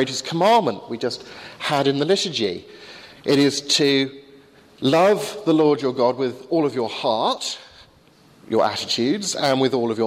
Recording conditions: large echoing room